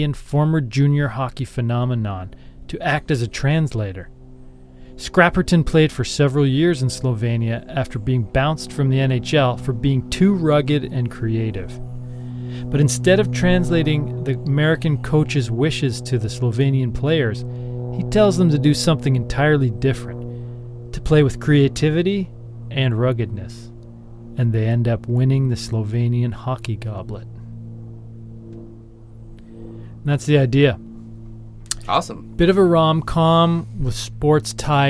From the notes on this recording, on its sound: Recorded this episode on a plane, flying home from Minneapolis-St Paul.